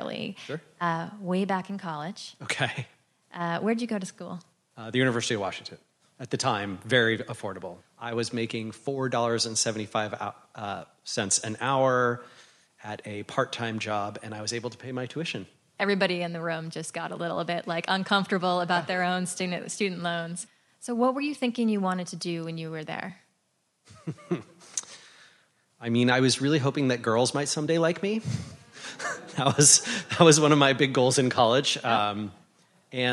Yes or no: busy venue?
yes